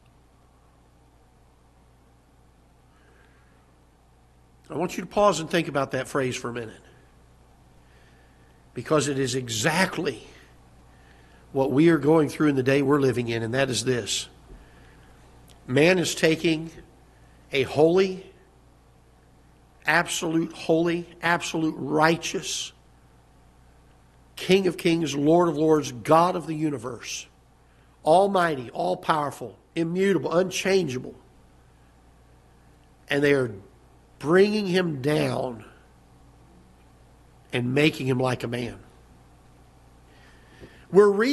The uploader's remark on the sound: Ketha Heights Baptist Church ~ Live Broadcast